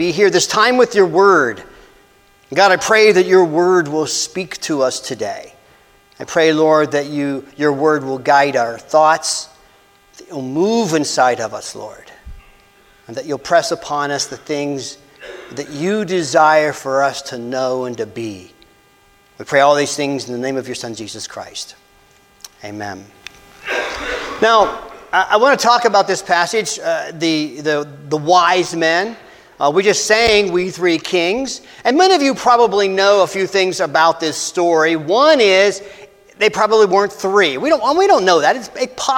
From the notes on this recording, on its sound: This message was delivered on Dec 24, 2023 at First Christian Church in Somerset, PA.